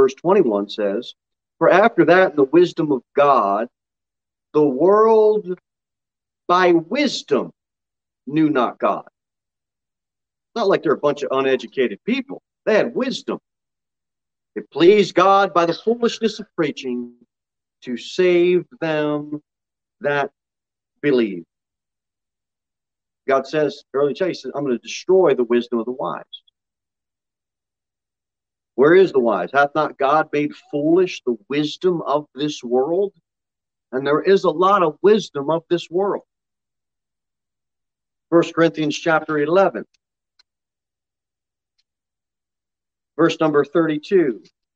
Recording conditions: large echoing room